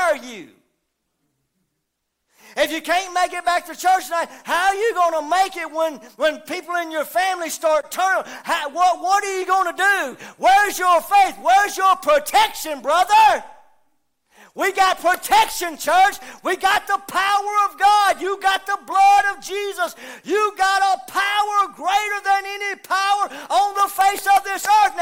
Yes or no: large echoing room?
yes